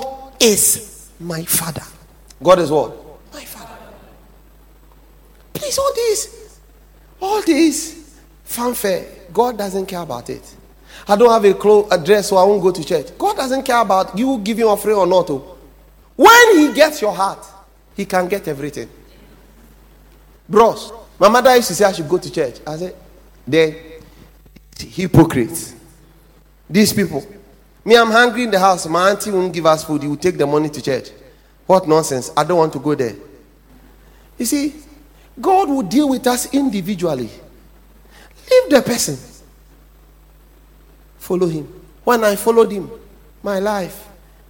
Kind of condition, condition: setting, large echoing room